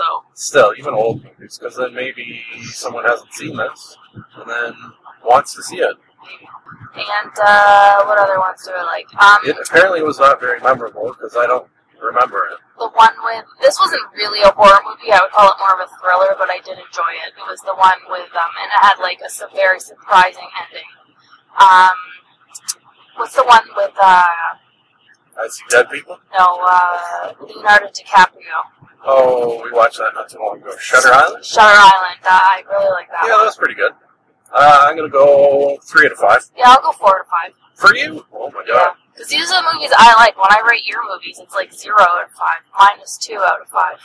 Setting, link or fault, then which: fault, poor sound quality